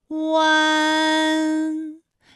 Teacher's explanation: 是不是先从合口，然后最后变成了一个开口的状，然后最后尾音的时候呢，是要到达一个鼻腔，发出一个鼻音呢的状态